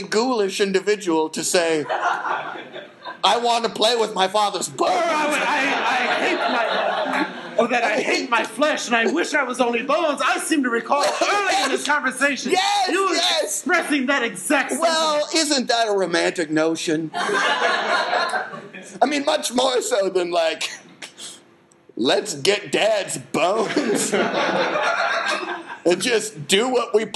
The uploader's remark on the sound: Live at the iO Theater on Clark St